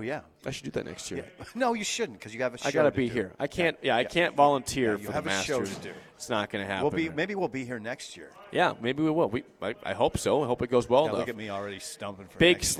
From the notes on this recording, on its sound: LIVE from Double Eagle Golf on West O Street. LIVE REMOTE for the first time in 7 years, and the place is packed.